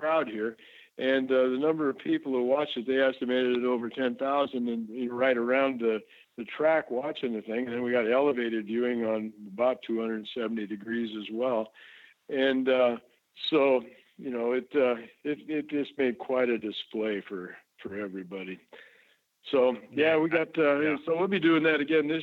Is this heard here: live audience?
no